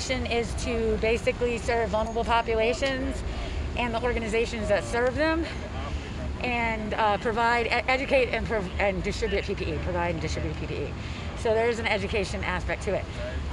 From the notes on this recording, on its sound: Today’s broadcast features interviews from activists, volunteers, business owners and natural sound from the protest. “Enough is Enough” protest at Dunn Meadow.